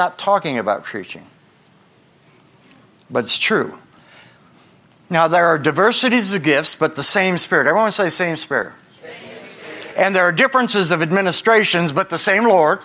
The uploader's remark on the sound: Is from a special Sunday night service on August 13, 2023 at Harvest Bible Church in Stockton, CA.